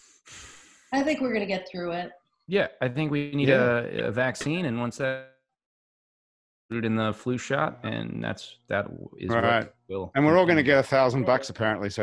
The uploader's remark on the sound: Our show is coming to you today courtesy of Zoom. All of our crew and our guests are quarantined in their homes.